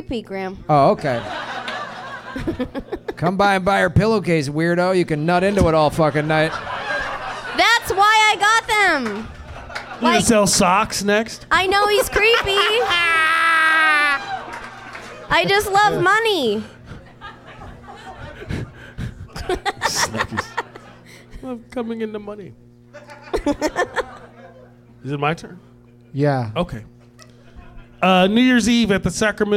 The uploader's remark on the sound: Live at the American Comedy Co. In San Diego.